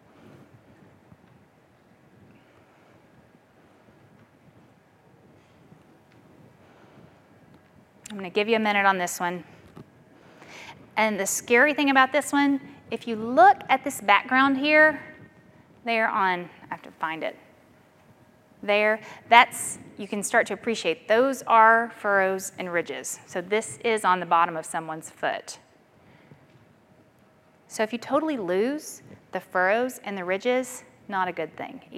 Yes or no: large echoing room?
yes